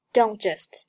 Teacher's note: don't 爆破音，t，失去爆破，读作 don'tjust